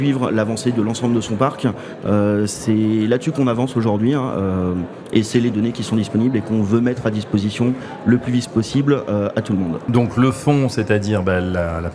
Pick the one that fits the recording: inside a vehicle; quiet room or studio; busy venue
busy venue